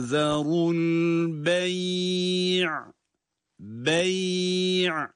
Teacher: Ya cezim ile okunurken sesi orada uzatıyoruz.